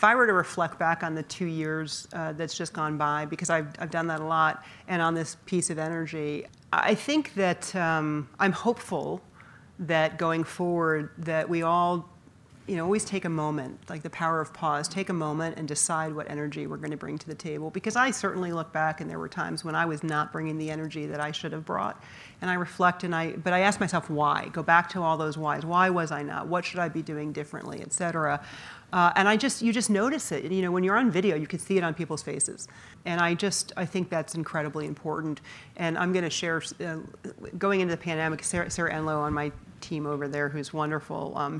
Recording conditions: live audience